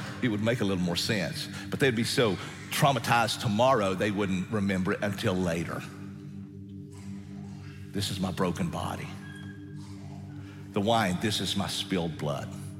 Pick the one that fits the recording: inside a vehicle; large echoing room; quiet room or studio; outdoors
large echoing room